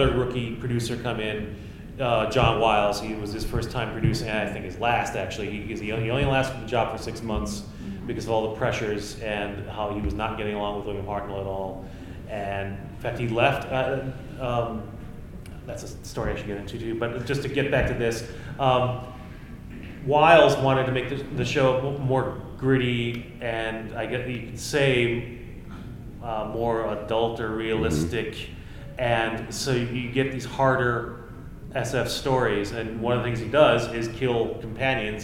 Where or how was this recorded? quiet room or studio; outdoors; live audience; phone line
live audience